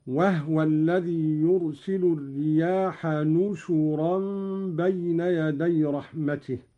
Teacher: قرأ قالون بالنون مكان الباء وضم الشين